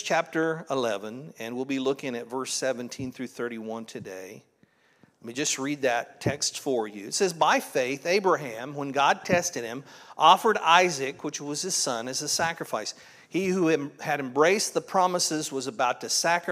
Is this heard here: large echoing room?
yes